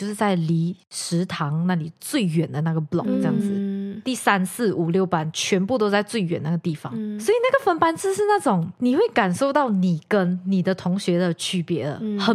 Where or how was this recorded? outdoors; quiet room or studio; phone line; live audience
quiet room or studio